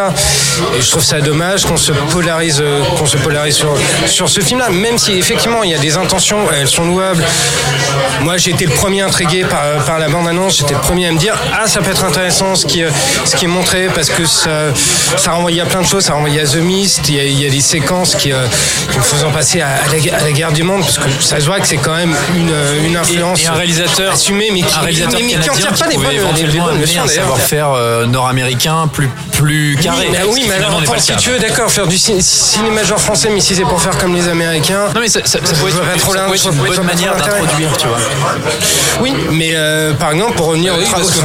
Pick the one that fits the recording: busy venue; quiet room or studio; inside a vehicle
busy venue